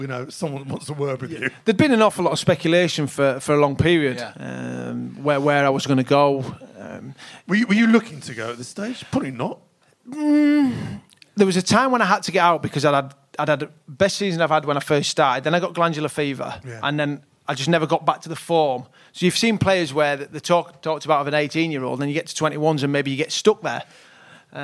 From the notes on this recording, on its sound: SpursShowLIVE. A very special live show recorded at the Albany, Great Portland Street.